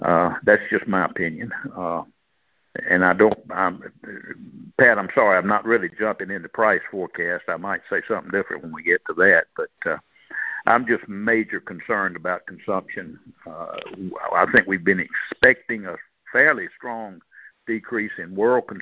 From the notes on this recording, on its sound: January 2024 Monthly Cotton Conference Call.